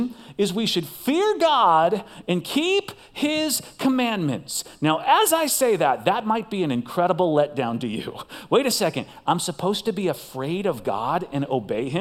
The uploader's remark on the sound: Recorded live at CrossWinds Church on October 1st , 2023.